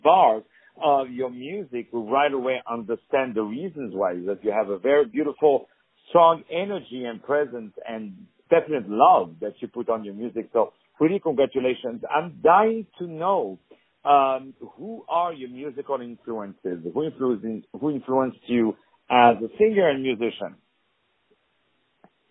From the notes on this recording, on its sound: On the phone